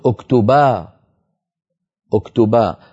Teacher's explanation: كانت العرب إذا وقفوا على فعل آخره نون توكيد خفيفة قلبوا هذه النون عند الوقف ألفا · Term: نون التوكيد الخفيفة